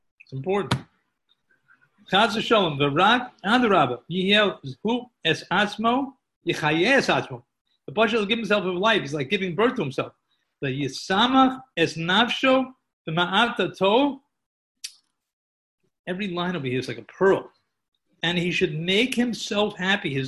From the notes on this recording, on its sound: Live on Zoom 7-20-2020.